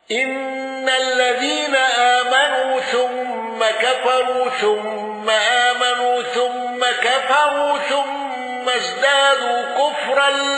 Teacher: قالون بالغنة مع صلة ميم الجمع